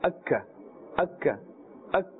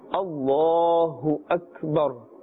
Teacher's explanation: the kaf, we should not apply qalqala · Shown in: second take